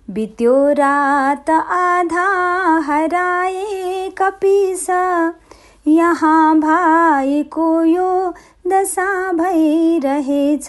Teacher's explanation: यो भुजङ्ग प्रयाग छन्दको कविता हो। यसमा एक हरफमा 12 अक्षर छन्, चारवटा त गण छन्, अर्थात् रसो दीर्घ दीर्घ, रसो दीर्घ दीर्घ, रसो दीर्घ दीर्घ, रसो दीर्घ दीर्घ गरी 12 वर्णको संयोजन भएको छ।